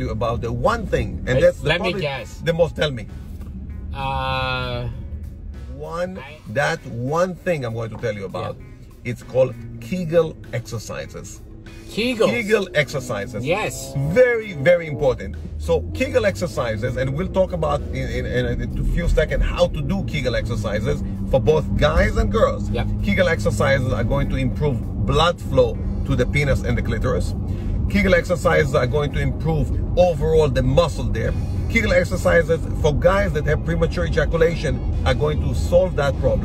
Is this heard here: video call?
no